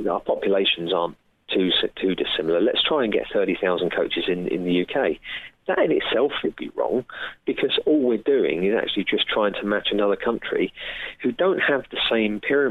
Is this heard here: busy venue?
no